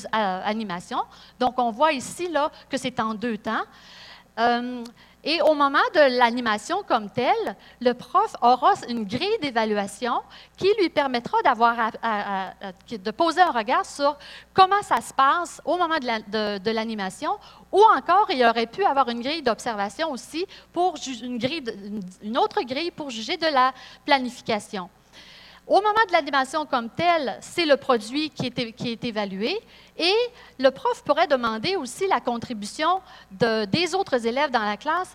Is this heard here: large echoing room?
yes